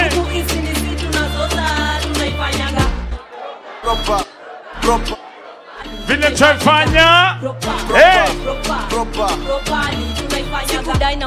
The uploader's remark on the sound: Live set recording at Zipang Lounge Nairobi, Kenya 2022